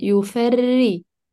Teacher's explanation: رقق الفاء ورقق الراء كمان